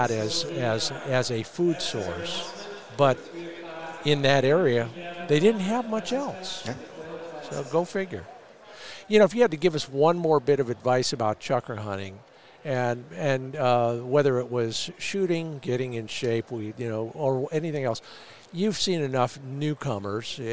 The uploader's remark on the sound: joins us from the floor of Pheasant Fest